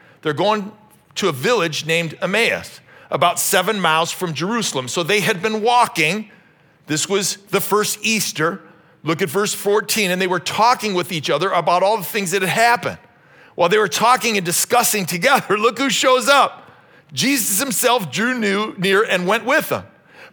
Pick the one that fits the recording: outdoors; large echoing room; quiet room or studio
large echoing room